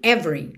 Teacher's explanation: lembra que o E do meio não é pronunciado, então você já junta o V no R